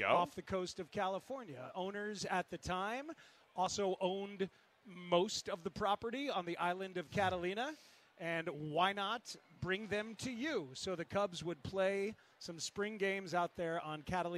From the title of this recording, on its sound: live at Cubs Convention